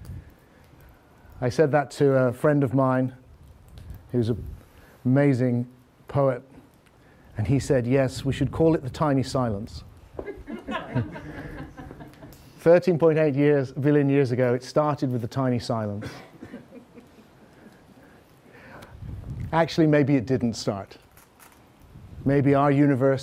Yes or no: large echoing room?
yes